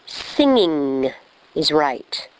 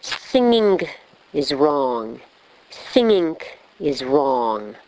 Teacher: Can you hear the slight k and g sound? · Shown in: second take